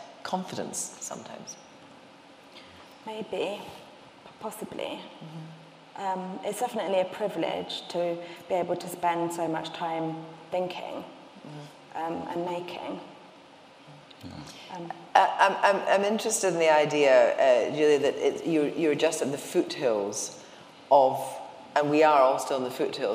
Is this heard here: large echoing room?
yes